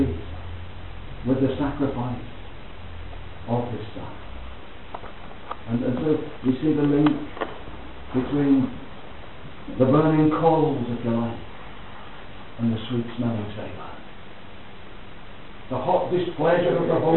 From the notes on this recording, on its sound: Please note that the audio is of poor quality.